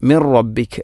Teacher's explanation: ഇനി മിൻ റബ്ബിക്ക്, ഇവിടെ മിൻ റബ്ബിക്ക അല്ല, മിർ റബ്ബിക്ക് എന്നാണ് പറയേണ്ടത്. സുക്കൂനുള്ള നൂനിന് ശേഷം റാ വന്നാൽ ഇദ്ഗാം ബിലാഗുന്ന, അവിടെ മണിക്കാതെ നൂനിനെ റായിലേക്ക് കൂട്ടിലയിപ്പിക്കണം.